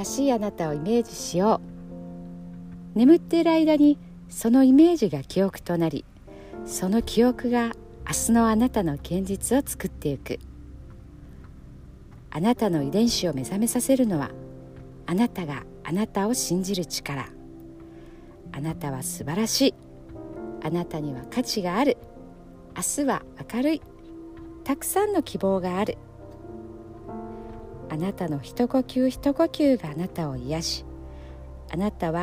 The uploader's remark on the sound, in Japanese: 今日は車の中で録音しています。バスケットコートのそばなので音が聞こえているかも？